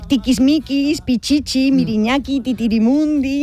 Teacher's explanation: la I, al ser una vocal cerrada y anterior, tiene un timbre agudo y las lenguas y sus hablantes pueden explotar ese sonido para crear pues esas sensaciones expresivas.